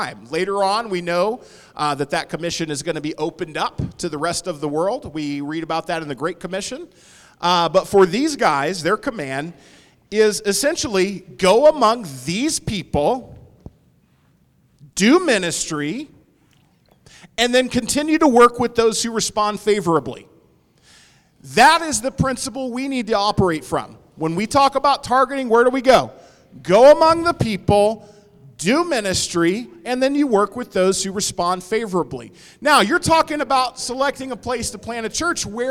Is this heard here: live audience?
yes